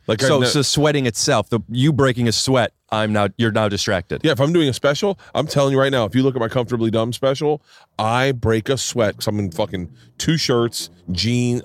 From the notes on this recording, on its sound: Today I sit down outside